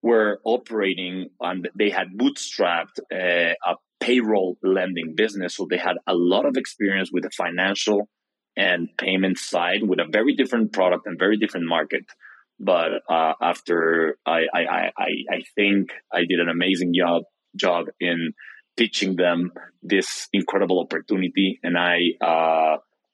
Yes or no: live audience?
no